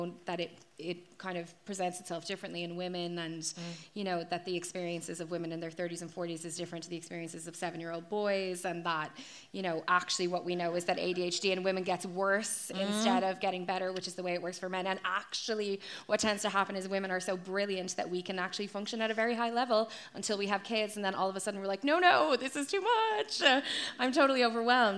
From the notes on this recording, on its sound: Limerick Live Show. Unfortunately due to my recorder flatlining, there's no regular episode this week. The recording of the live show.